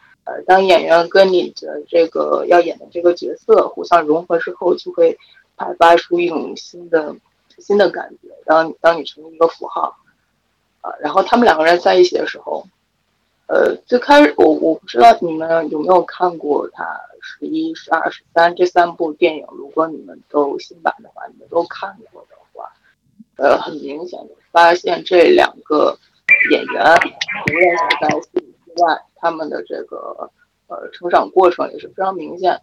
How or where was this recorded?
video call